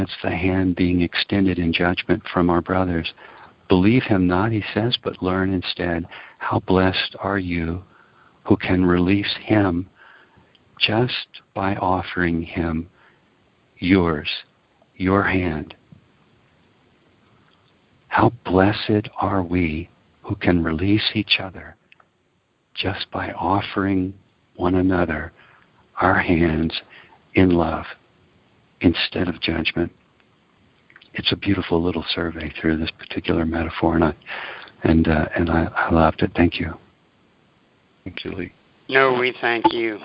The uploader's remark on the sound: ACIM Daily TEXT Conference Call.